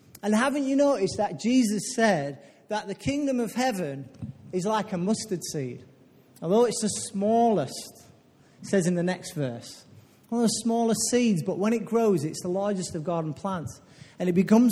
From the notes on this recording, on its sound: Recorded live at Life Church.